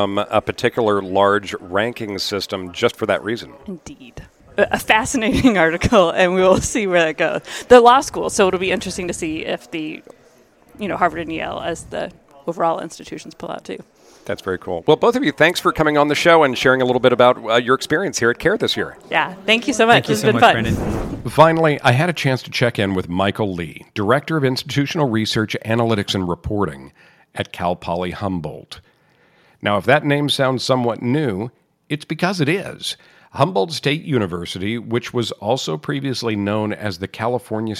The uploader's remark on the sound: We’re on the road again with the Higher Edge Mobile Podcasting Rig! This week, we’re headed to sunny California and the floor of the California Association of Institutional Research “CAIR” Conference 2022 in La Jolla, California.